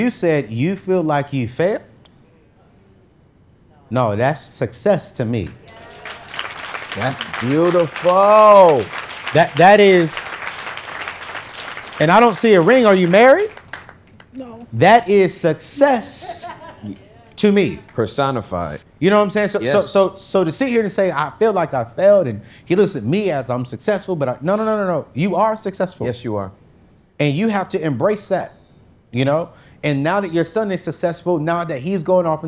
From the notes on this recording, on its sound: our very first Live Show